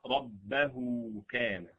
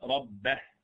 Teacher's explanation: تشبع هذه الضمة حتى تصير واوا · Shown in: first take · Term: صلة صغرى